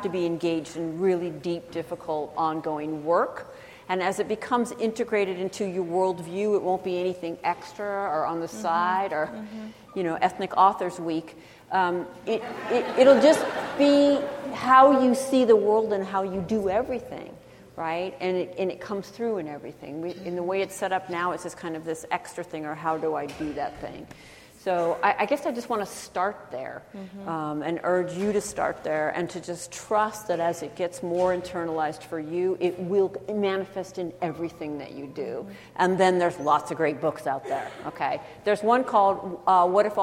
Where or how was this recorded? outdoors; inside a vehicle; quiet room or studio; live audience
live audience